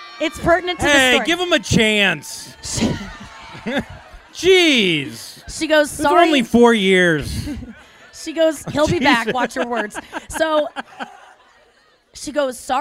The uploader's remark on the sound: Live From JUST FOR LAUGHS ESCAPES - CANCÚN!